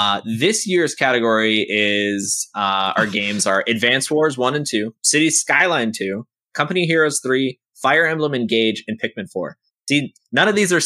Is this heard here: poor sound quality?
no